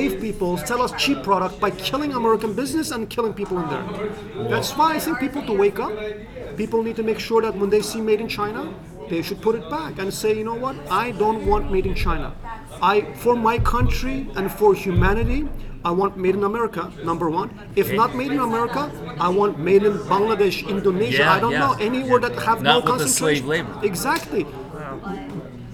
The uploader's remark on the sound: at the International Religious Freedom Conference in the nation’s capital